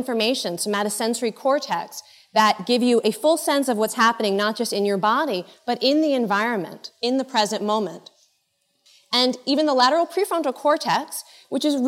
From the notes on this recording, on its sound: In this episode, taken from the Buddhist Geeks Conference in 2011.